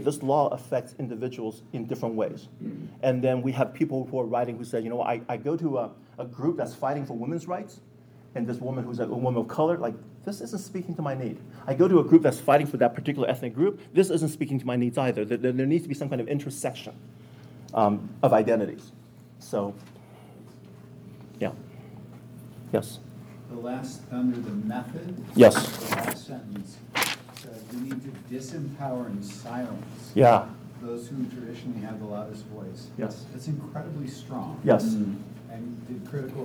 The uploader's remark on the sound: This audio comes from the FLD Spring leadership conference in April of 2022.